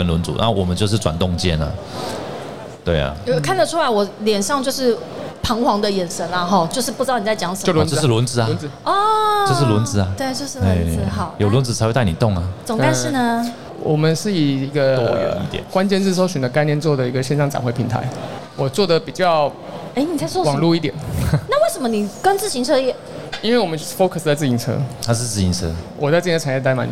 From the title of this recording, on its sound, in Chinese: 2022 Taipei Cycle台北國際自行車展-Live Podcast